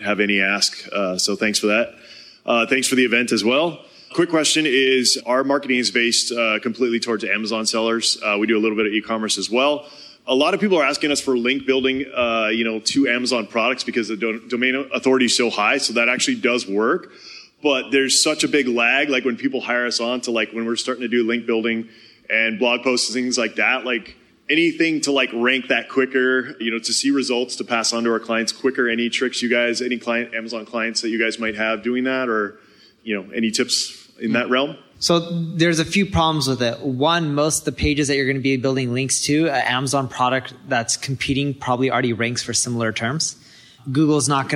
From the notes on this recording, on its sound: We present a segment of the Q & A from our Marketing School Live event. Tune in to hear some insightful questions from the conference attendees.